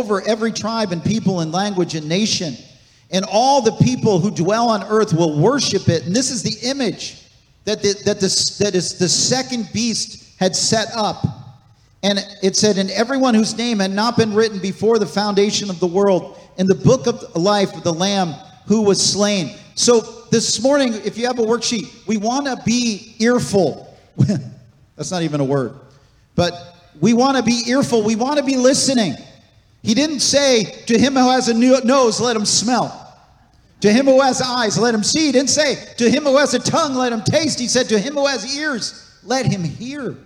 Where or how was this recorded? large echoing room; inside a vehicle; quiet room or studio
large echoing room